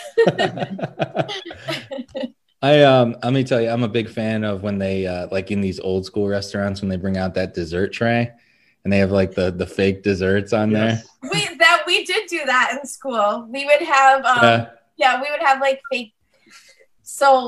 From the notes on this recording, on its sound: Recorded Live on Zoom